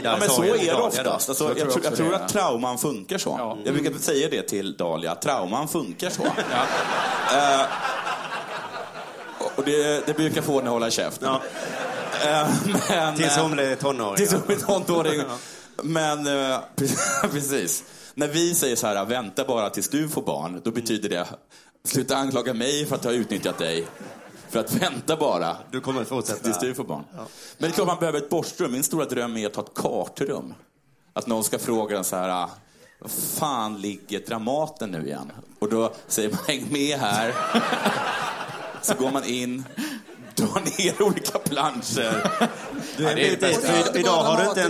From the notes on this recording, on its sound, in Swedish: spelades in live på Scalateatern